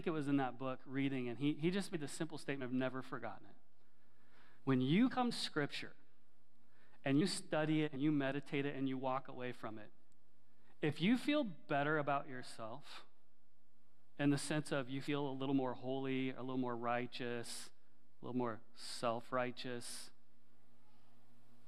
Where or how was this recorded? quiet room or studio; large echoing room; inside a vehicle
large echoing room